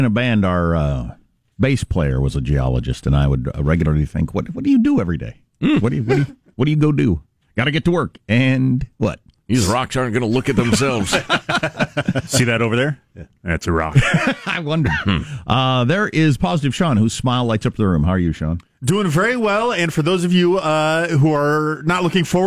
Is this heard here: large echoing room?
no